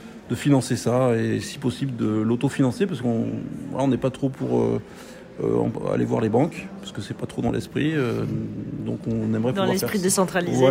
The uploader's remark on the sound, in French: Reportage au cœur d'une exposition des plus grand•es artistes du crypto art.